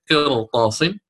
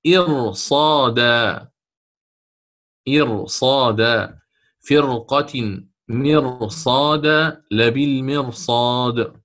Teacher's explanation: طيب الآن لو تلاها حرف مستعل إلا إذا لقيها مستعلي، فحينها يكون الحكم بالتفخيم، ما دام قال وكلهم رققها إن سكنت من بعد كسر لازم واتصلت إلا إذا لقيها مستعلي، فحكمها التفخيم، يفهم بالضد. فإن تلا الراء الساكنة المسبوقة بكسر لازم متصل أتى بعدها حرف مستعل، فحينها تقرأ بالتفخيم تفخم